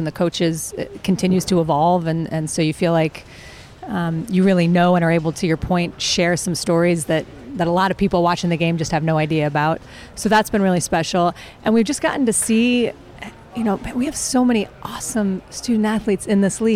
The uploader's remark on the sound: live at the Rose bowl for media day